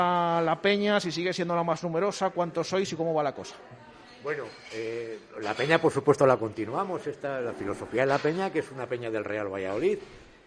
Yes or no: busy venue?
yes